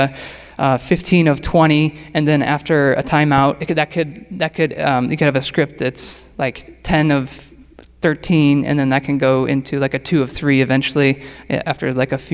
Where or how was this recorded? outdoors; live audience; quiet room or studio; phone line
live audience